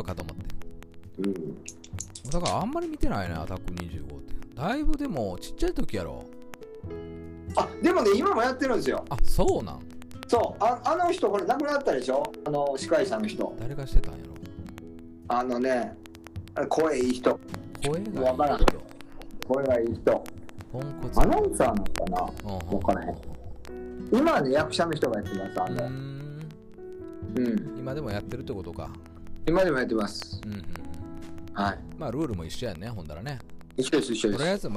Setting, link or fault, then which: fault, background noise